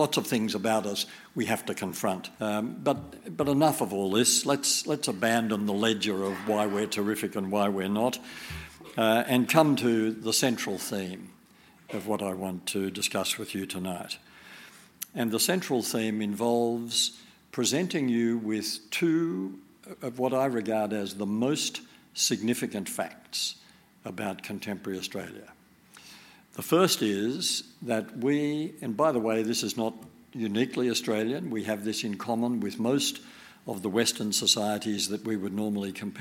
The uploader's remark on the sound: In this live event run by our friends at The School of Life